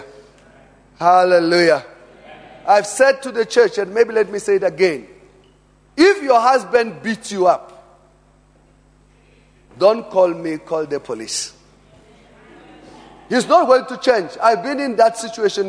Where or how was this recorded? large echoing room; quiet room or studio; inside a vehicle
large echoing room